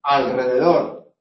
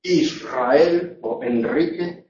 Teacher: Cuando la R está en posición inicial o precedida de L, alrededor, N, sin razón, o S, Israel o Enrique, entonces solamente se puede pronunciar múltiple.